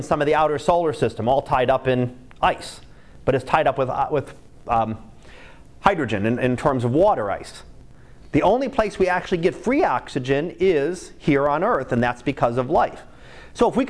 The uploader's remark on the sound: Live Class Lecture